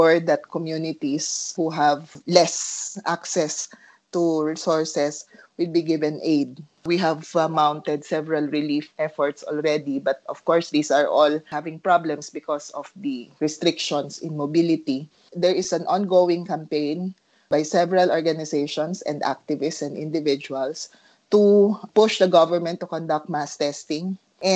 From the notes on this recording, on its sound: A skype Interview.